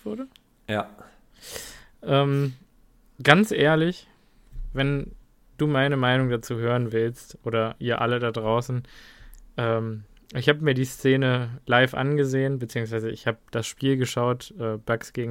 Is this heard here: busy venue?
no